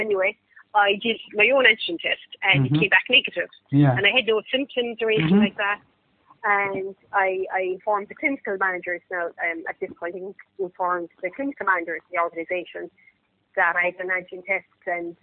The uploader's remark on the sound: All my conversations are taken in the form of recorded phone calls and no editing of any kind takes place.